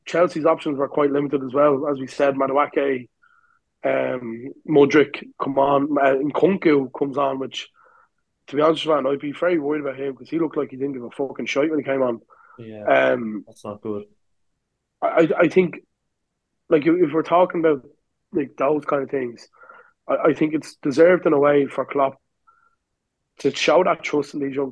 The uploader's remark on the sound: The Lads Discuss Over Zoom.